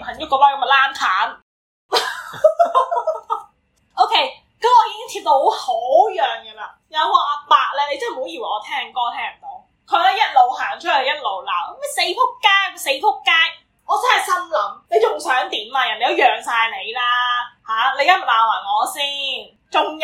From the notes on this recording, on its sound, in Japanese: 音質極度崩壞